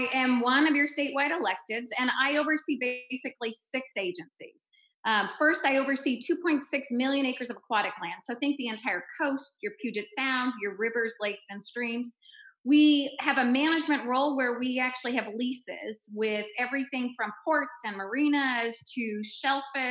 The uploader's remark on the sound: As part of our town hall series in partnership with the Washington Indivisible Network and Indivisible Tacoma, we present our virtual town hall. Our live conversation was recorded on the evening.